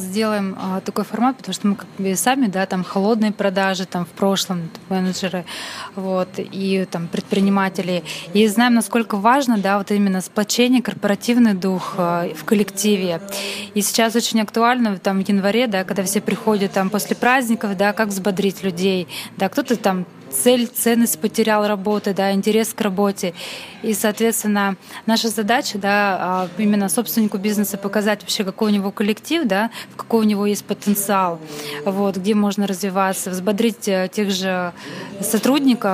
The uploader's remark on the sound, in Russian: За уютное помещение спасибо Грин Бару